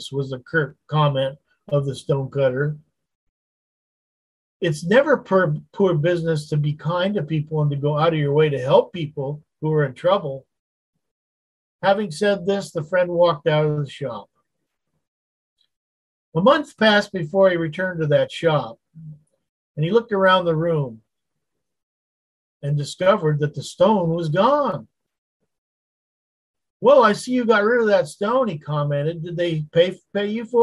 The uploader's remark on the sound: Wednesday Zoom study